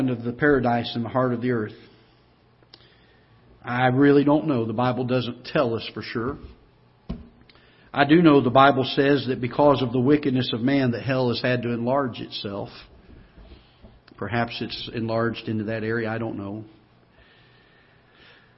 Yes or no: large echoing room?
yes